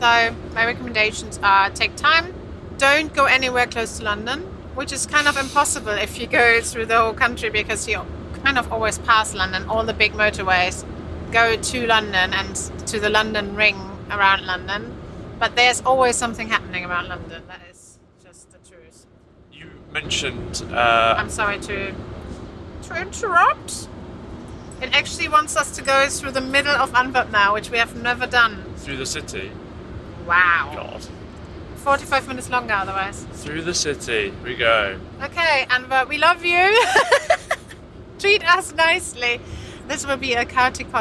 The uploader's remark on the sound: The Car-Cast. We're not watching anything or listening to anything, we're just talking. We normally talk in the car.